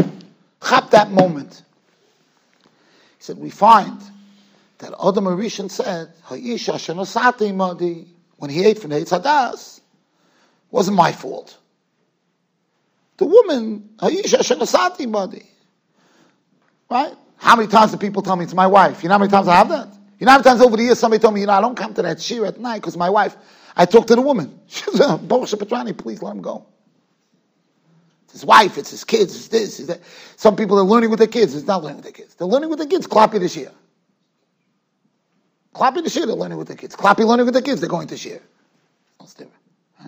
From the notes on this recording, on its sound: Shiur recorded in Yeshivas Ohr Reuven, Monsey NY.